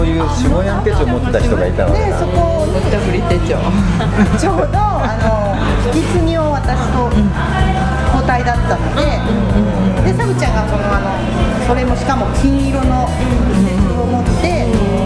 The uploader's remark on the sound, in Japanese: モスバーガー店内で対談収録